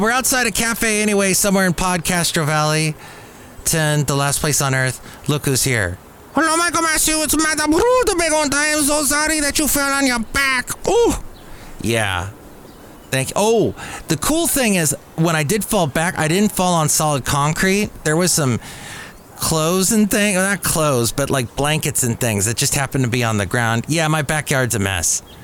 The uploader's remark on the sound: podcasts live from Café Anyway